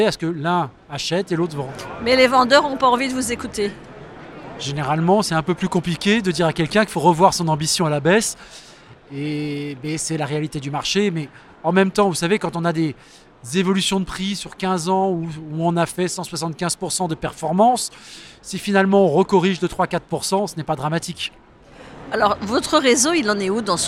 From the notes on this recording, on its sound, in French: Cet épisode a été enregistré en live du salon RENT.